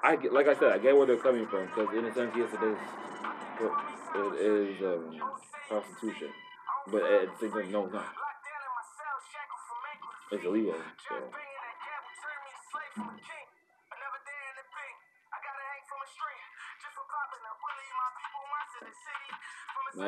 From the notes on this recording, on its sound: Sorry for the audio in advance!!